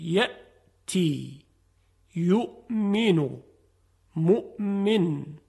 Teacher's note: وقتی که همزه رو ما میگیم تارهای صوتی به هم میچسبه اجازه عبور هوا و صدا رو نمیده و تا این تارهای صوتی از هم جدا نشن همزه تلفظ